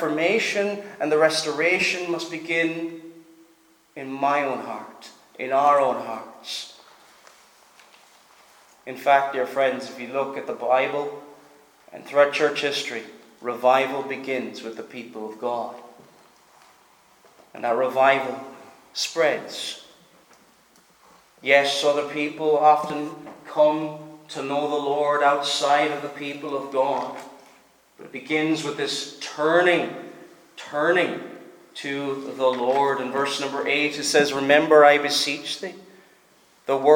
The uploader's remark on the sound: Preached at Stornoway Free Church -Continuing